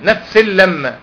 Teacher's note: تنوين بعده اللام. اضغام بغير غنه